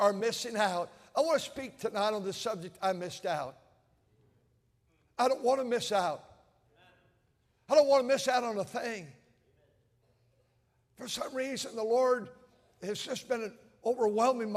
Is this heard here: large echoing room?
yes